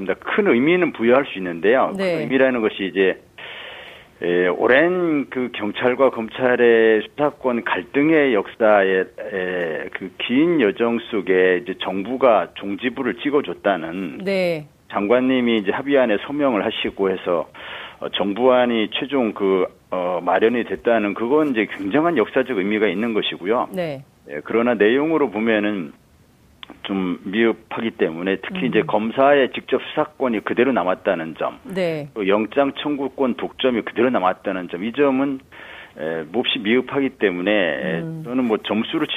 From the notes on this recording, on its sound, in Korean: 전화연결]